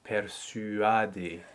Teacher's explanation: what was initially a diphthong becomes two separate vowels